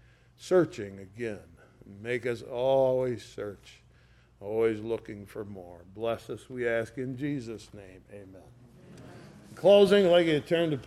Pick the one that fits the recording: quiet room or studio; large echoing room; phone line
large echoing room